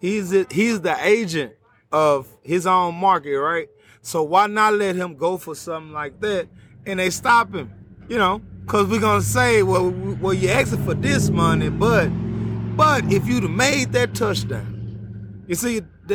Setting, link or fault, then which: setting, outdoors